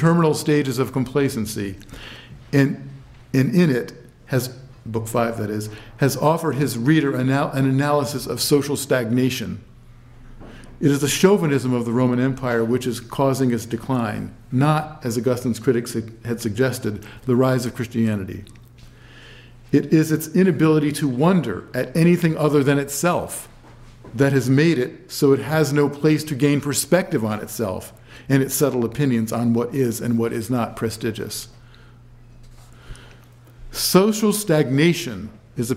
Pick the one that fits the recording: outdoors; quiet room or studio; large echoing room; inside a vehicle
large echoing room